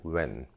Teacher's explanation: when question은 이렇게 성대를 진하게 울리는, 네, 유성음 발음이 나오거든요.